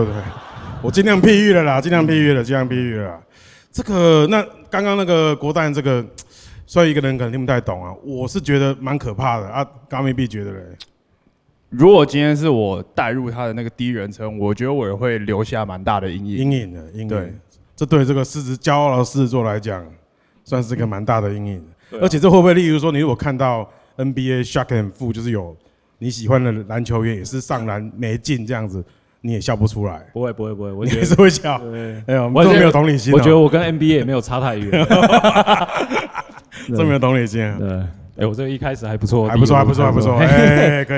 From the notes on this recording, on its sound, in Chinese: 首次 Live podcast。RHINO LIVE VOL.4 犀牛盾系列音樂專場。